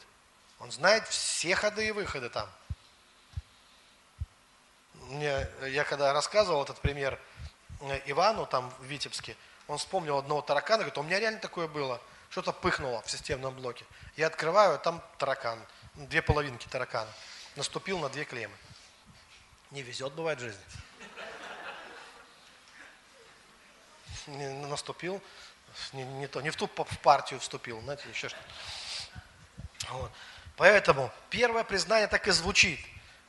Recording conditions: large echoing room